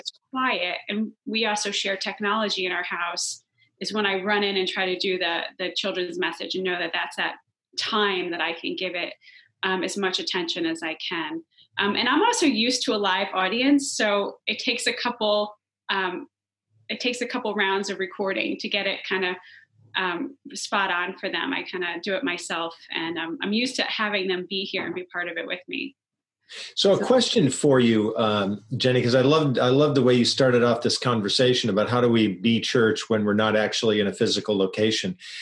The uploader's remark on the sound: Today were are joined via Zoom by Director of Children's Ministries.